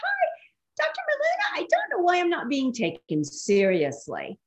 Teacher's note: spoke like a teenage girl, very high-pitched, very soft · Term: people-pleasing voice